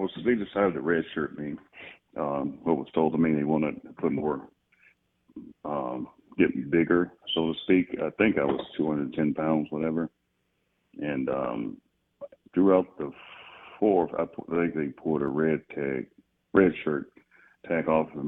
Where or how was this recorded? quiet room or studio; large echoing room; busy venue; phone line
phone line